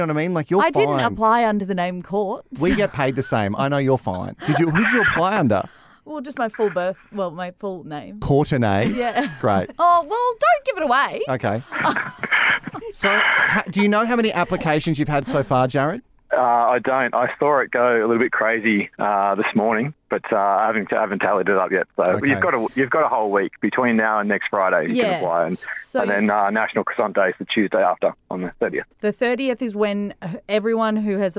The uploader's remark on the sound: So we got her potential new boss on the phone to talk about it.